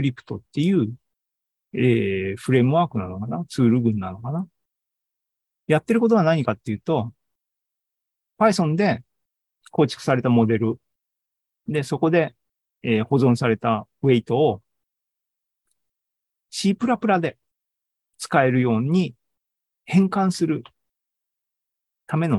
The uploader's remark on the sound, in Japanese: ２０２３年７月２９日に開催した ZOOMライブの模様です